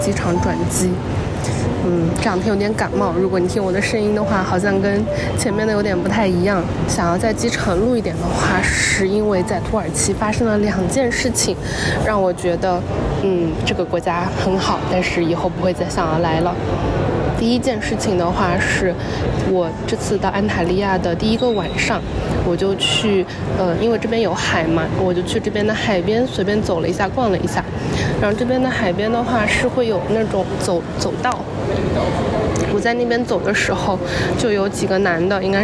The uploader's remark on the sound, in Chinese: 这期是来自罗马古城Perge和伊斯坦布尔机场的现场报道